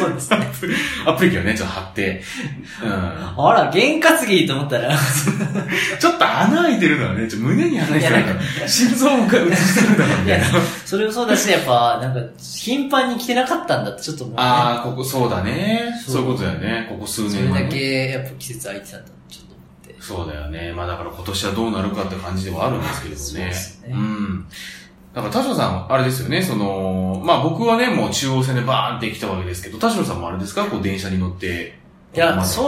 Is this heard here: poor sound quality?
yes